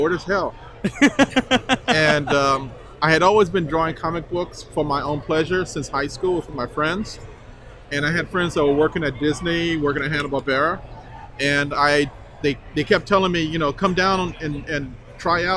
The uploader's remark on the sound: Recorded live at Long Beach Comic Con! Talked to folks around the con.